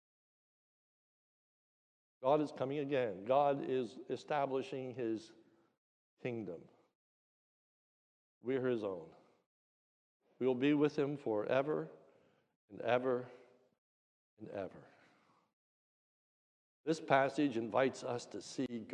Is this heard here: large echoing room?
yes